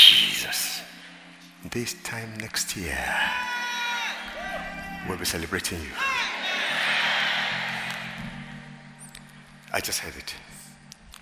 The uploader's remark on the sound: at the Emerge Leadership Conference 2021 on Sunday, September 12, 2021.